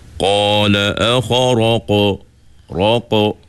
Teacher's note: Huruf qaf tu qalqalahnya kena tebal